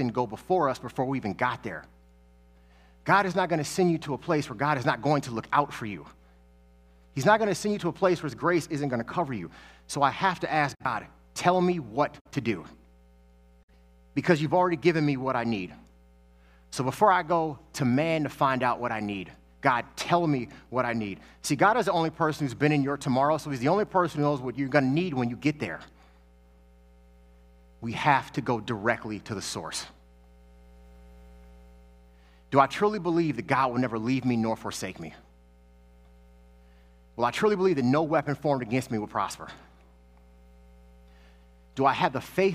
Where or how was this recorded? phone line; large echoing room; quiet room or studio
large echoing room